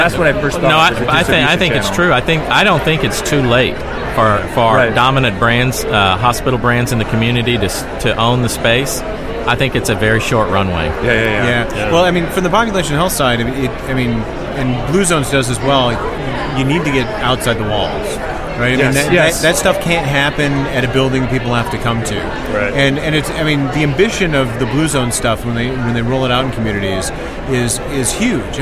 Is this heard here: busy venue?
yes